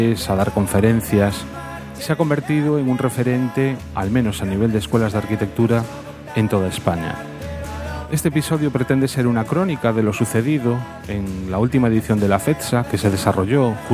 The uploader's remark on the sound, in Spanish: También estuvimos en la fiesta que celebraron